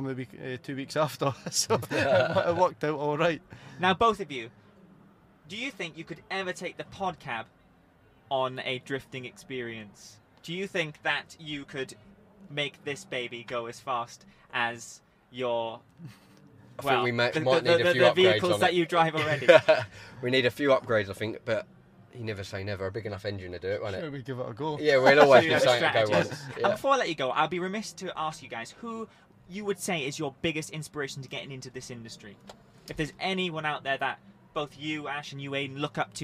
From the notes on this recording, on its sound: This episode was recorded live at the 2021 British Motor Show in Farnborough. The Podcast Guys who were the official podcast and video partner of the British Motor Show.